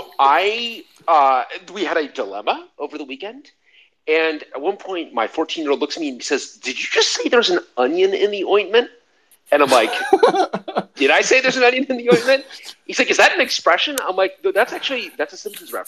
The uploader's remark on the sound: the recording for our Twitter Space for November 29th, 2021